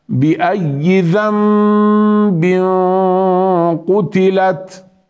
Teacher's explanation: شددنا على الياء شدة من غير تكلف، وكذلك قلبنا النون إلى الميم لأنه أتى بعدها حرف الباء